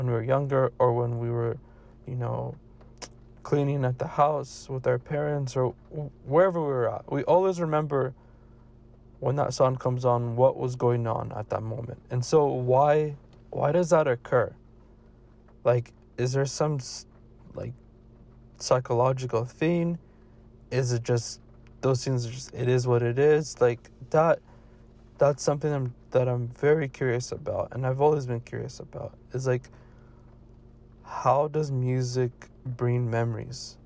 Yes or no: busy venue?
no